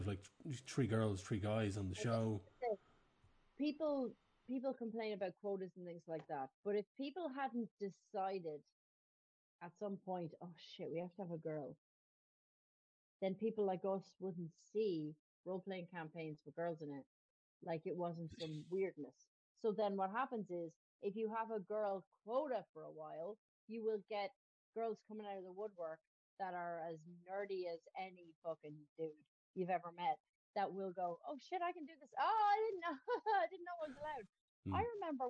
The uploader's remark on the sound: The Pubcasters catch up over video chat.